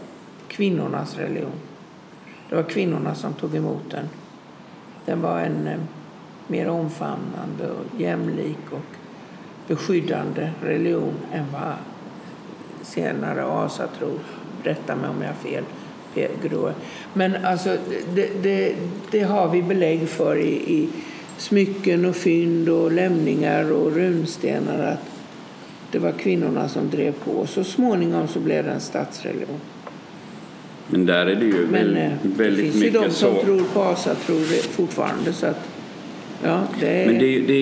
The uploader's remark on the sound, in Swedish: Jag valde att göra ett program om vikingatider som ligger precis utanför Löddeköpinge. Jag träffar dem i Gillehallen och får spela in programmet med all stämning som gamla vikingaspöken och vinden utanför kan hjälpa till att skapa, därav alla bakgrundsljud.